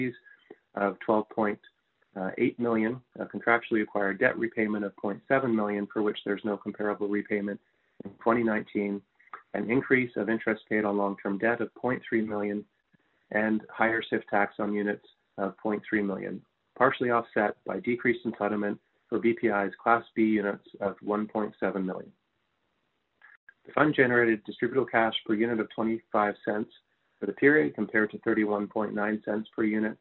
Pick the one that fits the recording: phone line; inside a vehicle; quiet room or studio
phone line